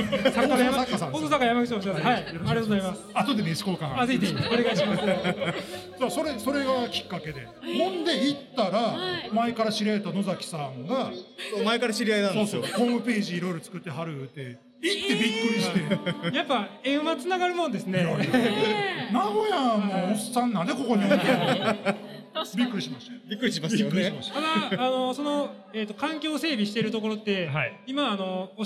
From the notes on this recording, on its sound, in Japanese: 展示会場で生収録した音源をお楽しみください。展示会ブースにお越しくださったときに声をかけ、突然にも関わらず公開収録に緊急参戦！